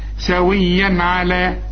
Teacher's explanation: مش هتغن علشان العين من حروف الإظهار